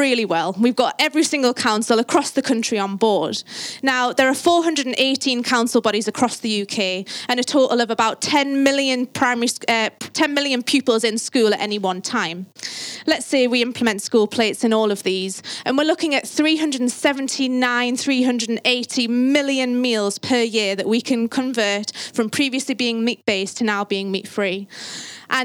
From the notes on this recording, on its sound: This talk was recorded on the Eat Drink Vegan stage at Vevolution Festival 2018